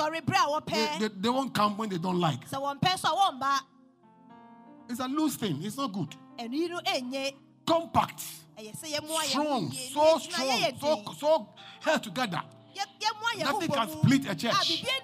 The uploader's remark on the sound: Preached at LCC Goshen.